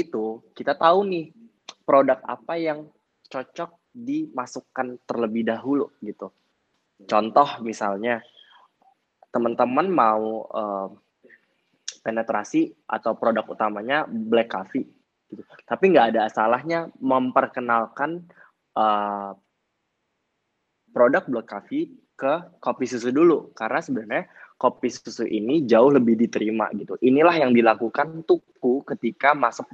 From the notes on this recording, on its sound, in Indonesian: Clubhouse Session. Rekaman clubhouse sesi ke-10.